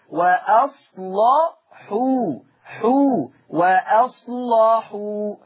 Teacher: ولا يطغى تغليظ حرف اللام على ترقيق الحاء